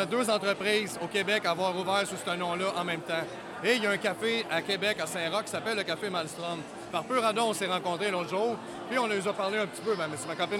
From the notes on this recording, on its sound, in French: En Direct de La Cuvée Édition 2023!